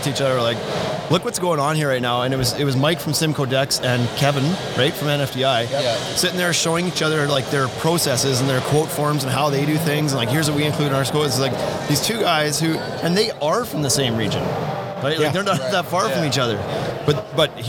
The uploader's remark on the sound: Live From Deck Expo 2019. Live from the Deckorators booth in Louisville, Kentucky at Deck Expo 2019.